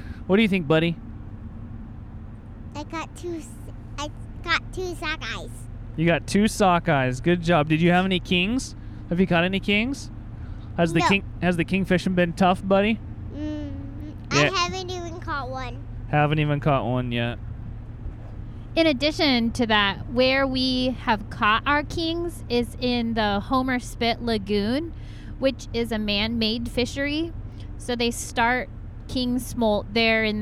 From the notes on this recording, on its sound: Driving home from some real good fishing' on the Russian River. We are passing through Cooper Landing on the Kenai Peninsula.